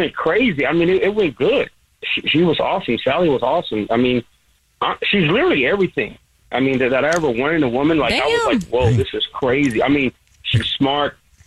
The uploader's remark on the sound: We get that other person on the phone.